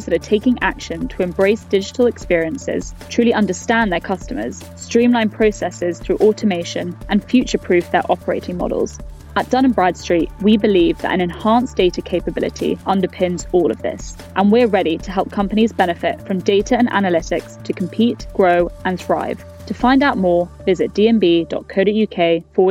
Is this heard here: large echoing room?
no